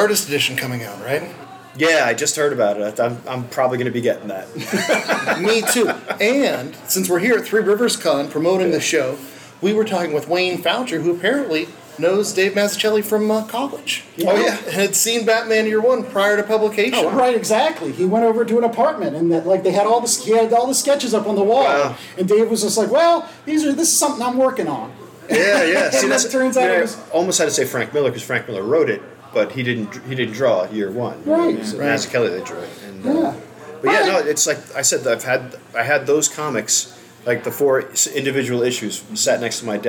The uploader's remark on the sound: Listen to a Live recording of the Last Comic Shop Podcast from the recent 3 Rivers Comic Con in Pittsburgh PA! Thanks to 3 Rivers Comic Con for setting this live show up!